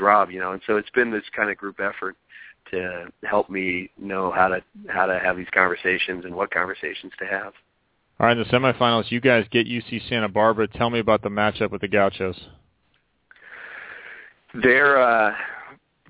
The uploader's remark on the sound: checked in, by phone, for a few minutes